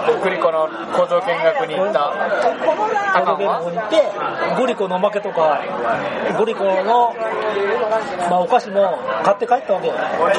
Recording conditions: busy venue